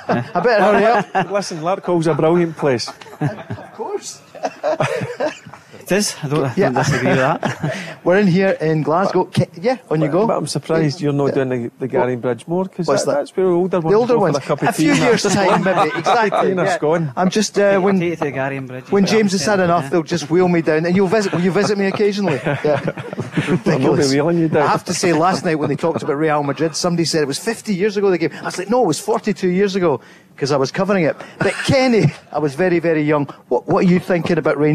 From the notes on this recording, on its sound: LIVE from the Radisson RED in Glasgow.